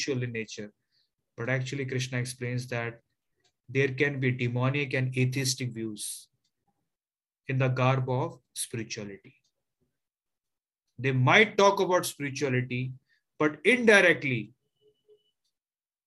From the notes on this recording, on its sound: Zoom classes